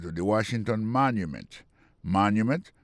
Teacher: Si on a mis accent sur accent encore, on va voir que le mot Washington, l'accent tombé sur le premier syllabe là. Pour le mot monument, il tombe sur le premier syllabe là.